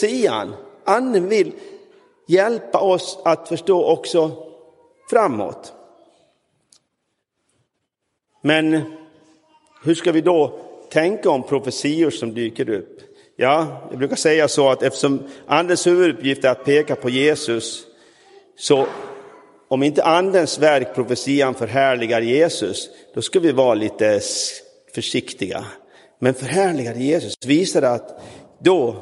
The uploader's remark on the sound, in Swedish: Inspelad i Roseniuskyrkan den 21 maj 2023.